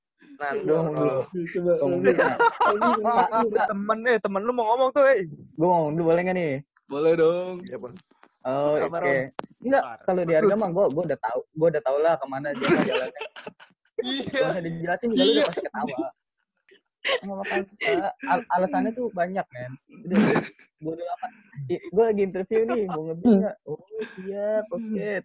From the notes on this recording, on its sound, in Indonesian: Menggunakan aplikasi Zoom kami coba-coba taping podcast dari rumah. Audio hasil recording by zoom, agak kresek-kresek harap maklum, gunakan earphone untuk kualitas maksimum.